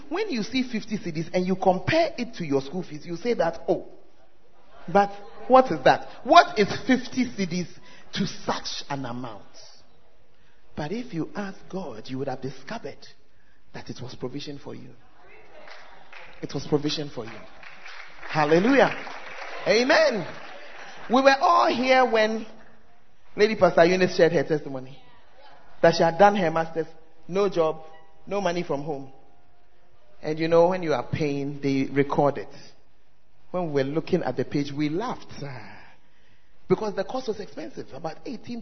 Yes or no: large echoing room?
yes